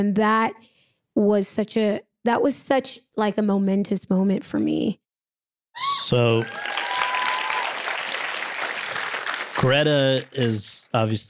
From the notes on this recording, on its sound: In front of an audience at Chapman University.